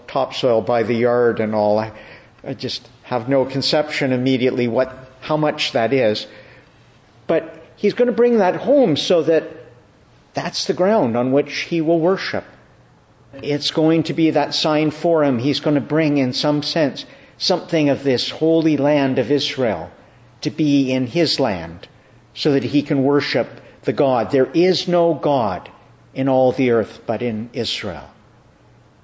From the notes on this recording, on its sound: Evening Service. Preached at Evening Prayer in the Annunciation of the Blessed Virgin Mary, Ottawa.